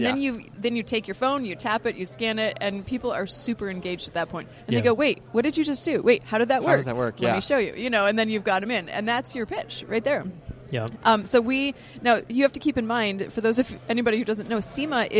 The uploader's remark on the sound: Recording from the lobby of the Amelia Island Auction hall